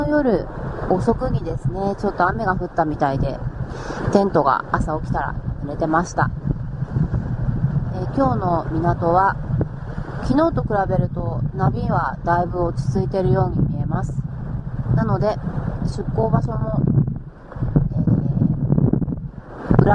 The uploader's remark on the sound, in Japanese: 今回のラジヲは音質が本当に悪くてすみません